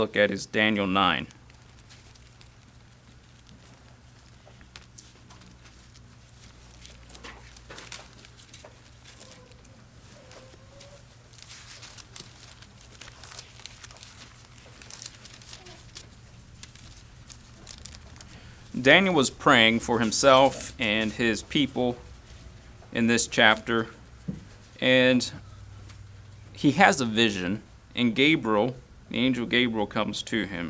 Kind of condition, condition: setting, large echoing room